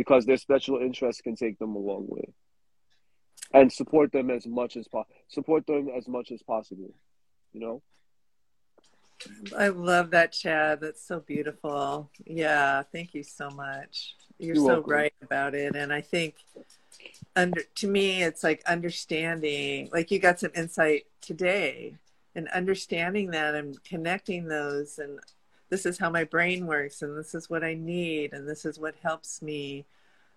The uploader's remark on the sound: Instagram Live episode